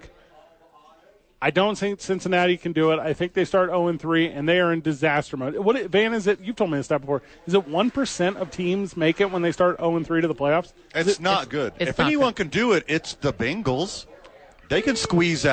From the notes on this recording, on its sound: live from Howies